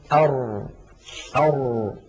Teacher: تجد بأن الصوت لم يجري جريان أش أو أس ولكنه لم ينحبس انحباس أق أو أب · Term: الراء